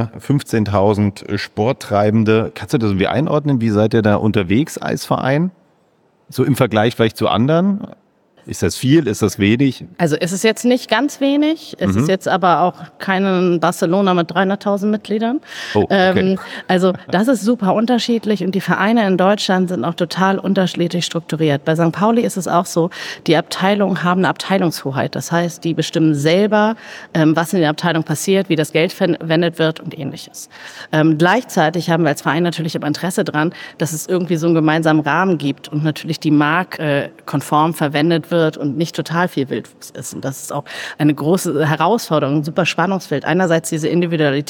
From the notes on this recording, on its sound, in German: Live auf der Solutions